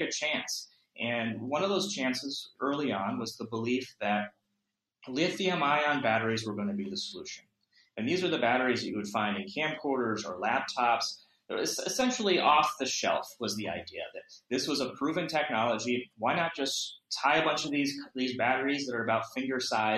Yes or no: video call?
yes